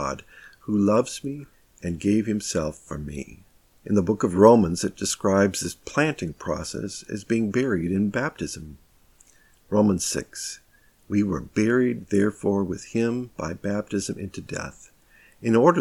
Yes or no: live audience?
no